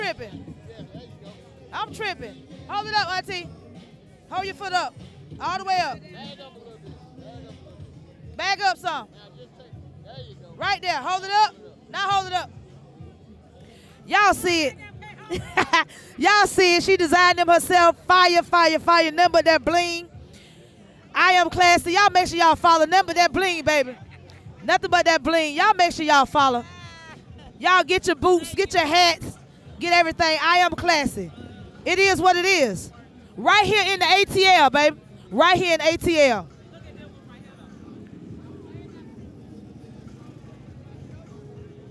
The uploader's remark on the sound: went live at a local bike nite and this is just some of the audio we brought back to you